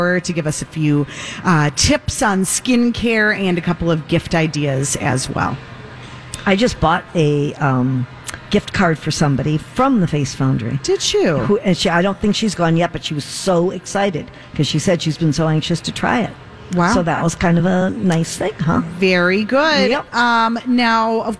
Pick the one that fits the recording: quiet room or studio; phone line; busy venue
busy venue